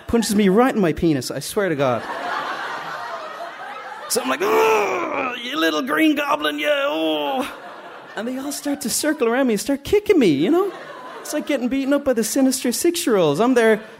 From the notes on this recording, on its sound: stories recorded onstage at The Dublin Story Slam